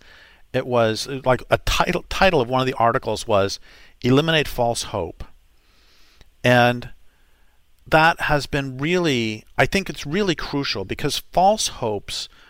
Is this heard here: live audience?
no